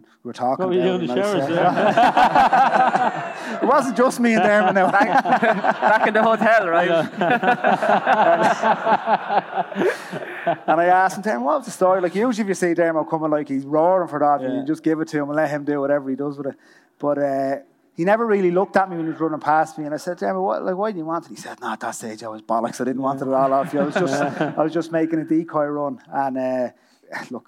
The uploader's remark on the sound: live from Liberty Hall